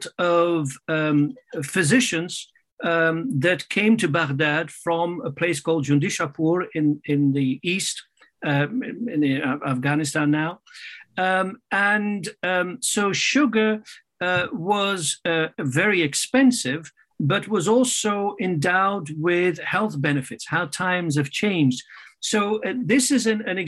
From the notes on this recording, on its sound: there is a moderated town-hall-style Q&A with questions coming from the live virtual audience